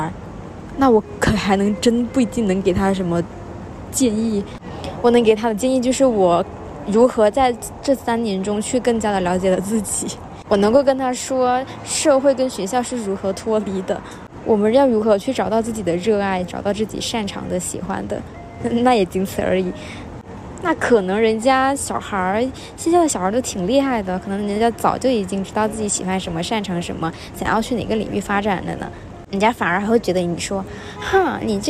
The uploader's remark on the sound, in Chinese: 在星巴克录制播客，室内录音很嘈杂